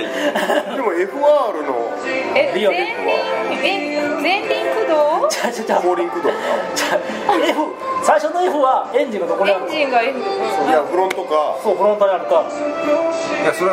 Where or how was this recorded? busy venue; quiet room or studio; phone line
busy venue